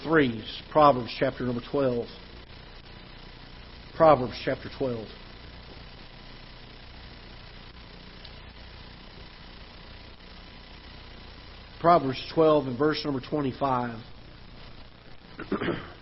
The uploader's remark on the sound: Ketha Heights Baptist Church ~ Live Broadcast